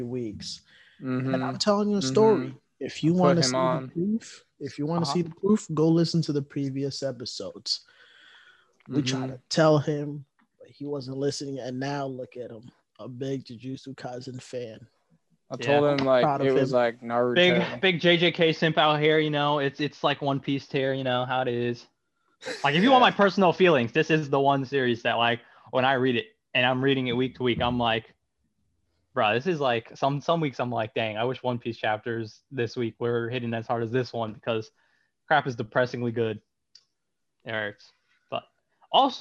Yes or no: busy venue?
no